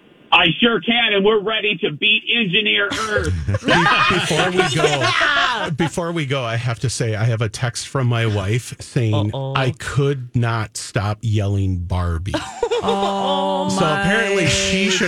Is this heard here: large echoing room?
no